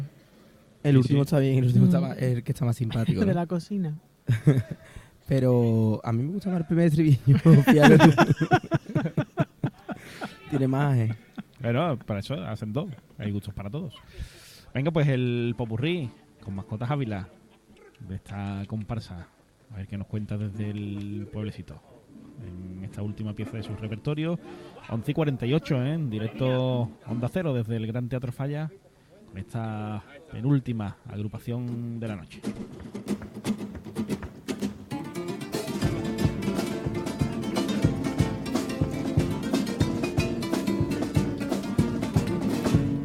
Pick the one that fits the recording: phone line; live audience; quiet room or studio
live audience